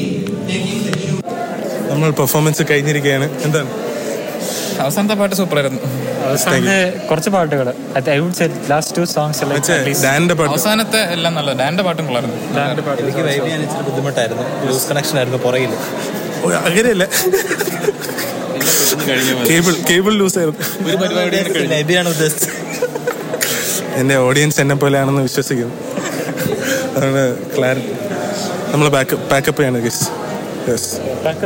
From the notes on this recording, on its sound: This episode is based on a recent Christmas Program that happened at Trivandrum, we were all having fun, so I thought of recording our fun conversations and the surround sound!